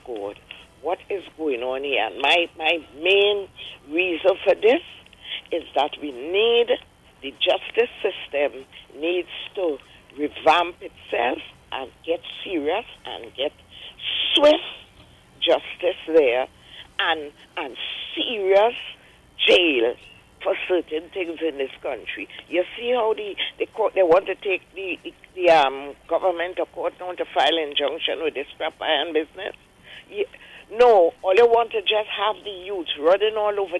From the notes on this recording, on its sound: we take more calls from the audience